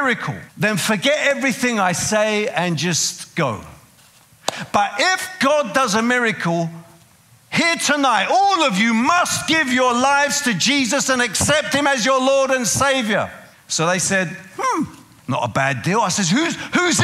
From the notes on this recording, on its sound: preaching at a CCF Ministries in Lowell